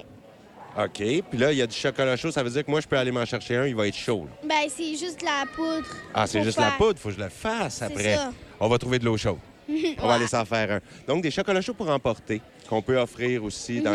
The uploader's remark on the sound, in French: en direct du marché de Noël de l'école Marie-Gaétane de Kedgwick